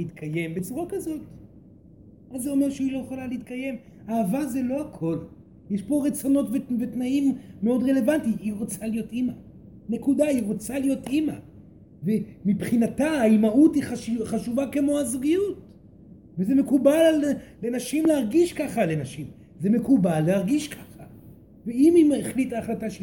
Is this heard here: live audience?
yes